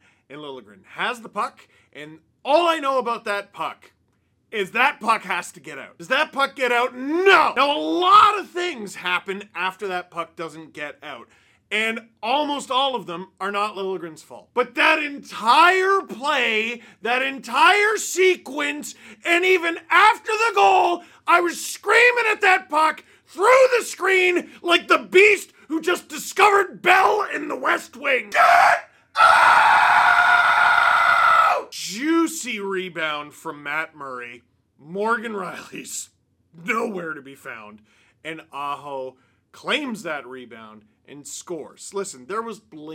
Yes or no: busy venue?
no